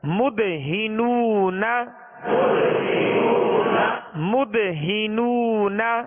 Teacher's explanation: مدہنون ہا کی سیر اس کو دراز نہیں کریں گے اور آخر میں نون کی جو زبر ہے اس کو بھی دراز نہیں کریں گے